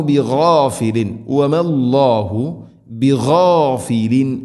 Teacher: ഗൈൻ തൊണ്ടയുടെ മുഗൾ ഭാഗം, ബിഗാഫിലിൻ അമ്മ, തൻവീന് ശേഷം അയിന് വെളിവാക്കി ഉച്ചരിക്കണം, മണിക്കാതെ വെളിവാക്കി ഉച്ചരിക്കണം.